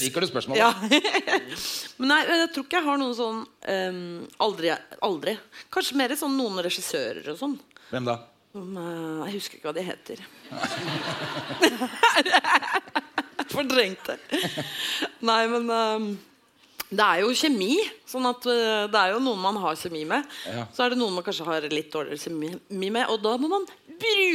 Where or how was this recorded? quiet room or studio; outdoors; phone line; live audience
live audience